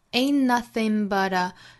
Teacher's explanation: 后面都遇到了前鼻音 n 的发音，所以 ain't 尾部的 t 的发音都略掉